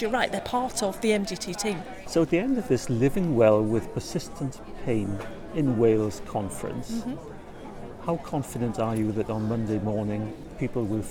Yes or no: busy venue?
yes